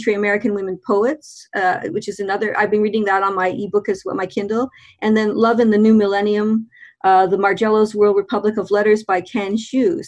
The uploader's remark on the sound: Via Zoom.